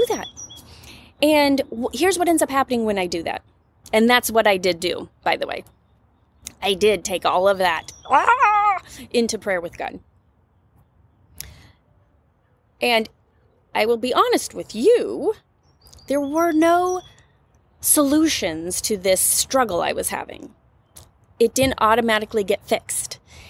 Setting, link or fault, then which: setting, outdoors